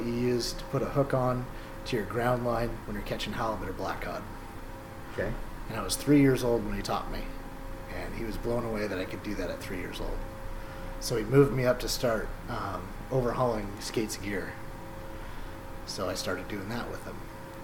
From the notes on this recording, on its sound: forgive the background Hydraulic Noises.